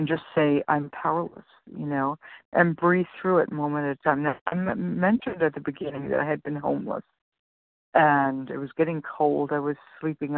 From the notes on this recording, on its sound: 100 Pounders Phone Meeting